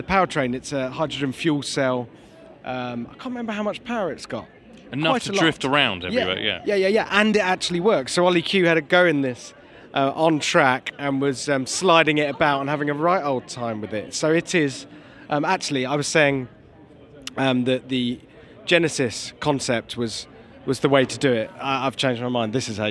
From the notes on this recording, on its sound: Live From The LA Motor Show! For a stroll around the 2022 Los Angeles Motor Show.